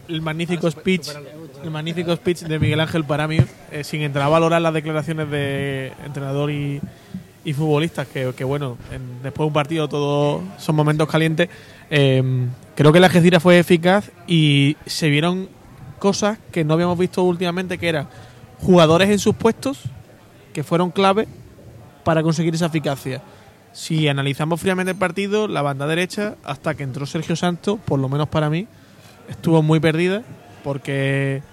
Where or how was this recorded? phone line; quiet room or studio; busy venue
busy venue